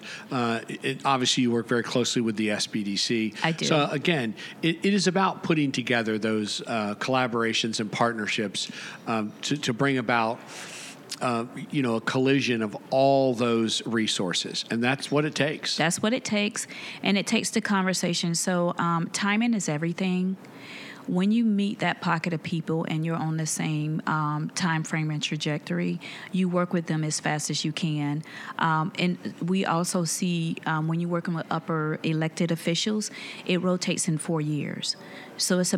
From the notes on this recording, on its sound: This and the following segments were recorded at this year’s annual JMI Small Business Leadership Conference hosted at Loews Sapphire Falls Resort. This and the following segments were recorded at this year’s annual JMI Small Business Leadership Conference hosted at Loews Sapphire Falls Resort .